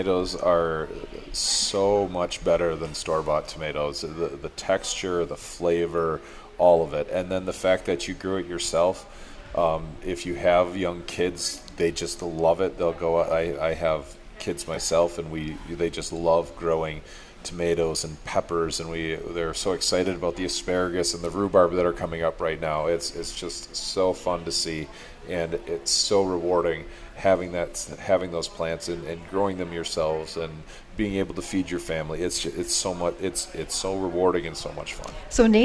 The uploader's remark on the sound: Live At Jung Garden Center